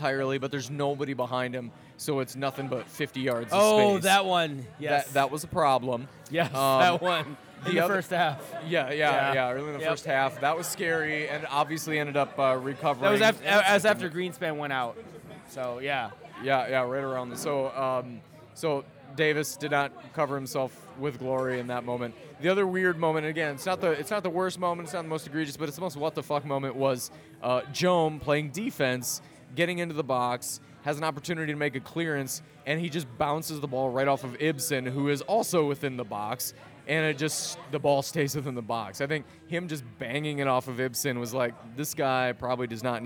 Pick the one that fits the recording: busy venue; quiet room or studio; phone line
busy venue